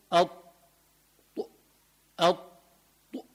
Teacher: فالطاء أقواها في الإطباق، لما بقول الطاء بيحصل في عندي إطباق للفم، ينطبق يعني الطائفة من اللسان على الحنك، فبقول أط بيطلع الحرف مفخم لأنه من حروف الاستعلاء ومطبق